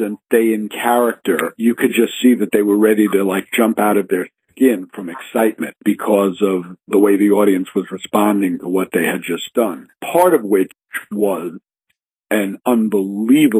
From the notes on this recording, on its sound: He had a contraption to record phone calls for later radio broadcast. The results varied, but now you know.